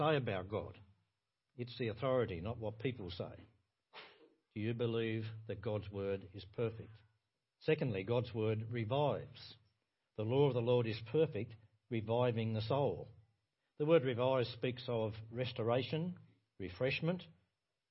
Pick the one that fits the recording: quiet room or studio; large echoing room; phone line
large echoing room